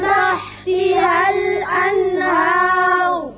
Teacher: را کو دونوں صورتوں میں پور پڑھیں گے کیونکہ اگر اس کو ملا کر پڑھیں تو اس کے اوپر پیش ہے.